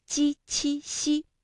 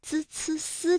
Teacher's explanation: 读鸡栖息的时候呢，感觉到是舌的中间在使劲，也就是我们通常所说的舌面，而滋呲丝呢会感觉到是舌尖在用劲儿